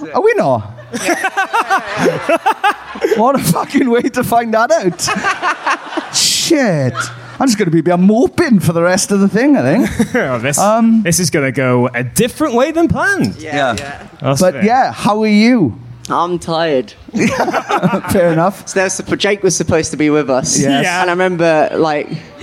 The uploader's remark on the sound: We invited them to join us on our live podcast stage show. Open up with the live audience.